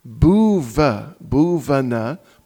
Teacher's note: Usually, in Bengali, usually we would pronounce it more as a V sound. Особенность произношения такая, что в слове Бхубана вторая буква Б, поскольку хотя после нее, когда после нее не стоит буква H, произносится в большей степени как В.